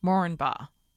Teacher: the accepted way to pronounce the name is Moranbah. The first A is not stressed.